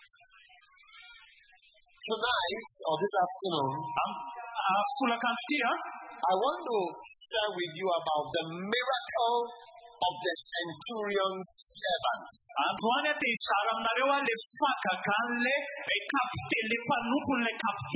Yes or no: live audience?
yes